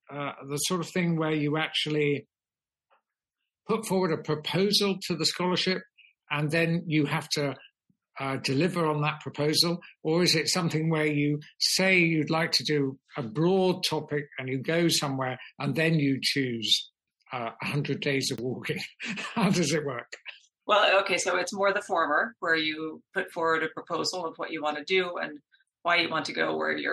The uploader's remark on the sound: talk over the Internet on a Zoom call